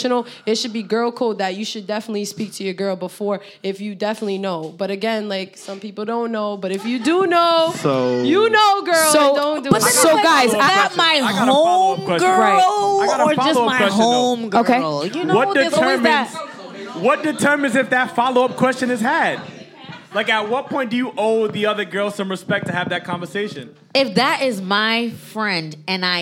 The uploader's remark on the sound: Spark Up went LIVE! Recorded live at Trade Pop-Up.